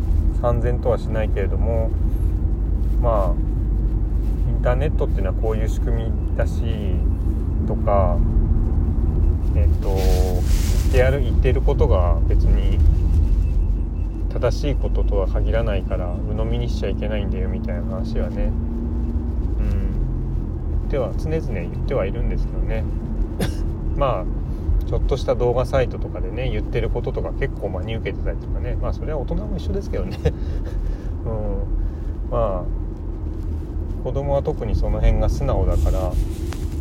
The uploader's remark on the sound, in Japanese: 雑音あり